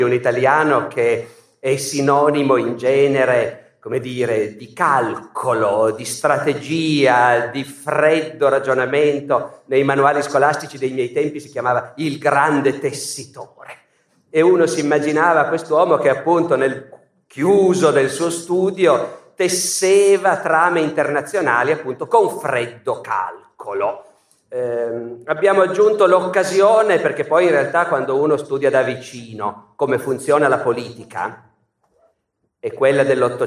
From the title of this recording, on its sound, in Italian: Teatro Nazionale di Genova, 2019